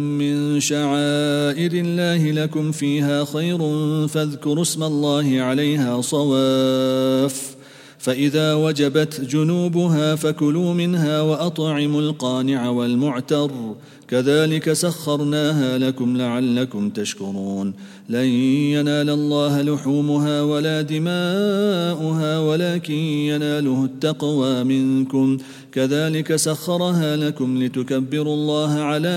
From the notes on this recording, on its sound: at the Houghton Masjid (West Street)